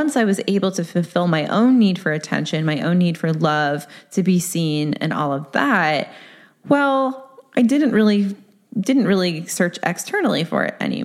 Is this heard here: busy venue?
no